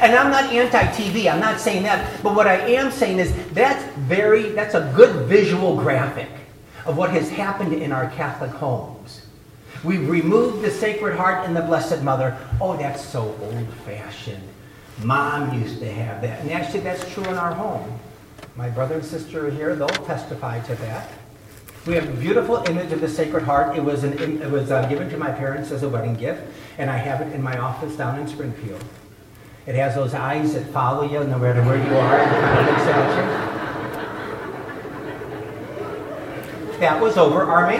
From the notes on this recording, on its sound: delivered the keynote address at the Eighth Annual Legatus Gospel of Life Prayer Breakfast